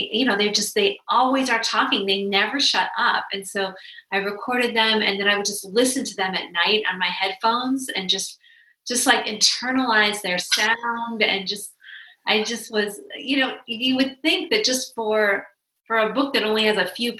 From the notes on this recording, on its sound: In tonight's virtual conversation